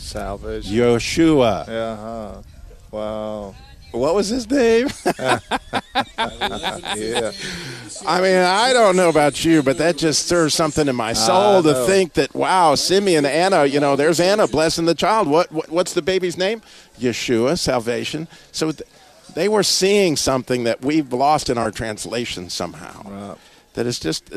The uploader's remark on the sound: Live from the Sweetwater Baptist Church Car Show!